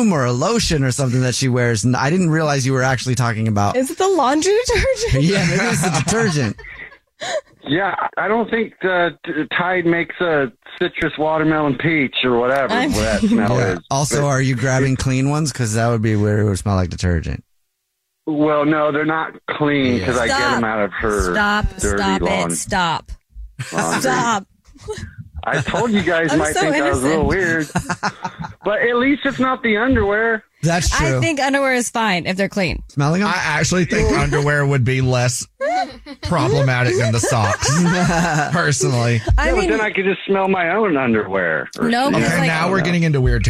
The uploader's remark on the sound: There is a guy on the phone